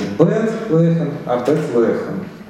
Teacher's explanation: Макев указывает на то, что эти два слова произносятся вместе с одним общим ударением. То есть ударение падает только на л, бет-лехем. У бет нет своего ударения активного.